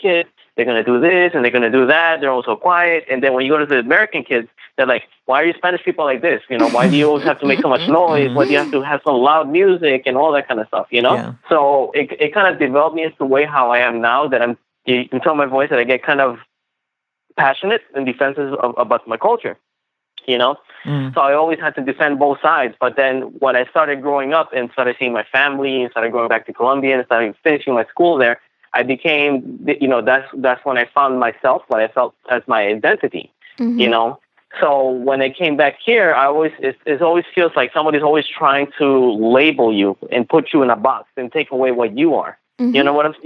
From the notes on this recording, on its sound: connects them on the phone